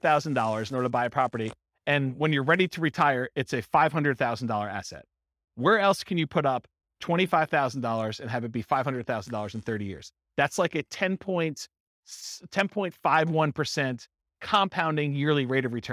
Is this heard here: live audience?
yes